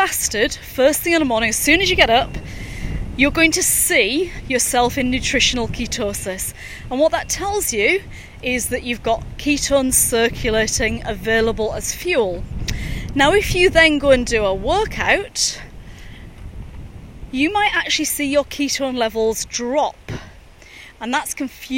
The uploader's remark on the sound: recorded during daily walks